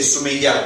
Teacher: We don't pronounce that ta, we just pronounce it like a ha · Term: tam marbuta